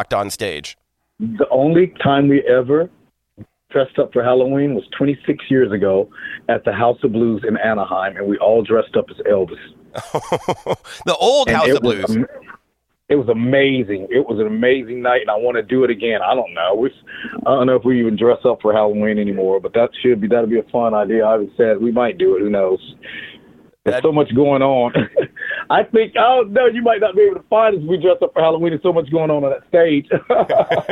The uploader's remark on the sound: called